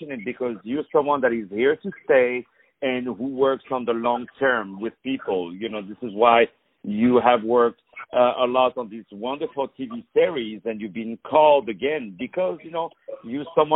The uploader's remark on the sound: On the phone